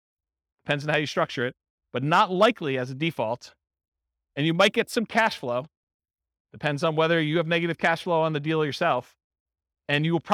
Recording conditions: live audience